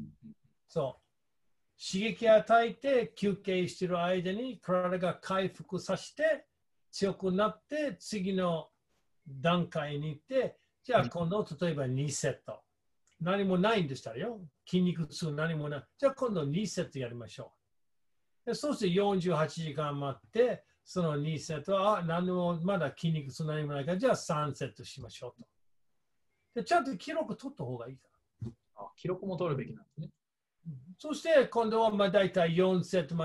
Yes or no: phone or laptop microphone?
no